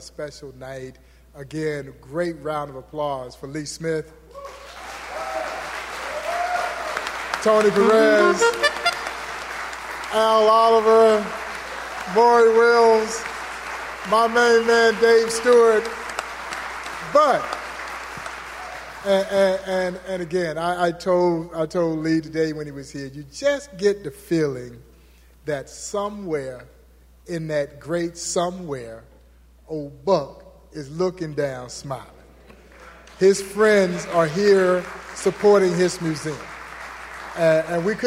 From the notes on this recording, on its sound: Live from the Negro Leagues Baseball Museum in Kansas City, MO